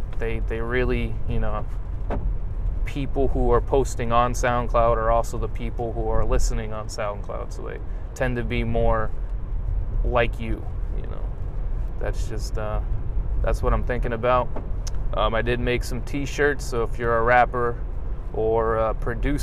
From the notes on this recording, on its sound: This episode is apart of a series called morning rants, where I talk about my ideas while driving to my day job.